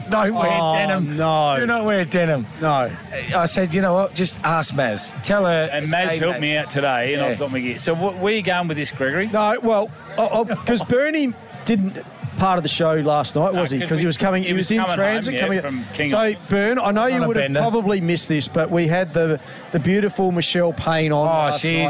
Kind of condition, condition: setting, busy venue